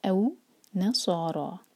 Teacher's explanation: سال ہیوی اور را ہیوی دونوں دو دو حرکہ